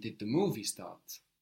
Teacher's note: There, your stress of the question is on the movie rather than the starting